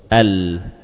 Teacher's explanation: Coba perhatikan ya, keterangan tentang huruf lam ya. Huruf lam ketika diucapkan akan terjadi benturan tepi lidah bagian depan dengan gusi atas.